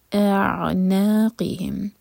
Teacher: حمزہ اور عین الگ الگ سنائی دینے چاہیے, حمزہ ایک حرکہ کھینچنے کے بعد پھر عین کو ٹچ